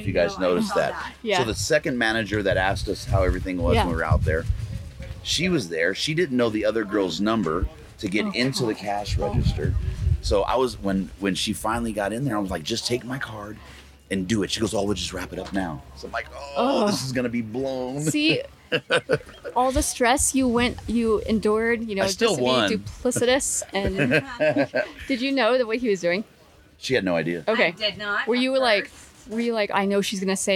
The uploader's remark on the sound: Live from Mountain Archery Fest